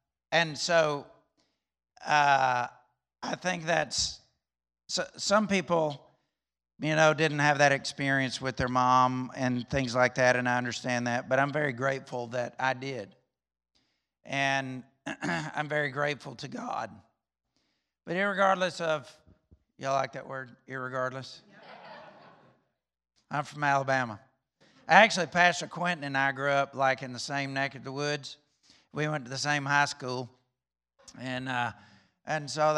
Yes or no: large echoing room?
yes